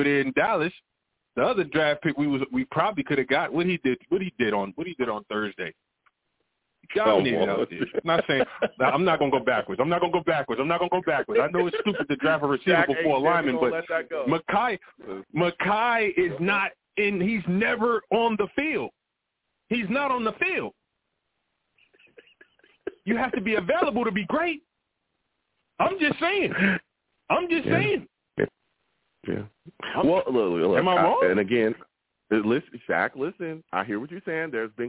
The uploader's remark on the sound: I also took live callers and they went wild!